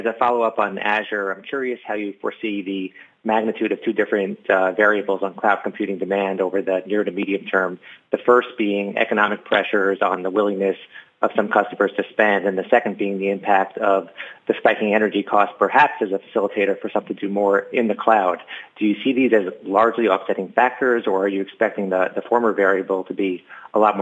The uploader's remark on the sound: Q1 2023 Earnings Conference Call.